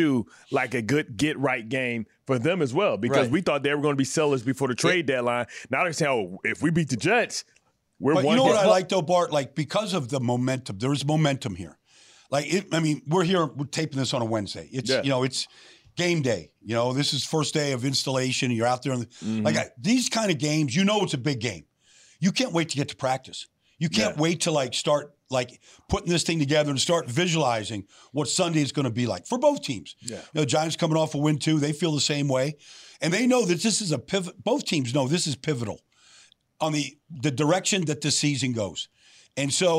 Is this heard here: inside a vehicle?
no